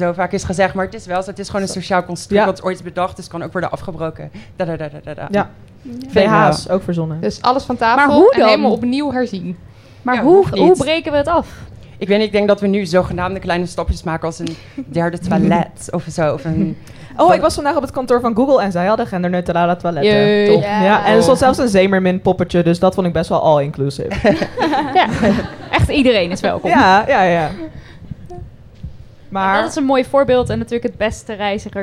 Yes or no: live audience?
yes